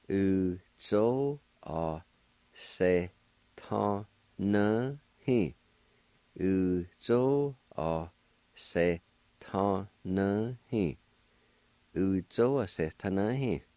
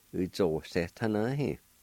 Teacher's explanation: sometimes you may not hear the A sound · Shown in: second take